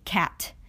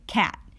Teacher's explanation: with the word cat, or most words that end with the letter T, we use a glottal stop instead. · Shown in: second take